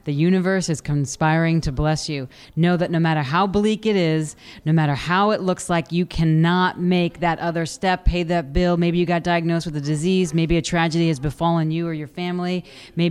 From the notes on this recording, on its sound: Live at #CWC2017. Broadcast day 2 Live form the Largest Women's conference in the USA! We will be live for 2 days bringing you all the event action, keynote speakers and VoiceAmerica hosts.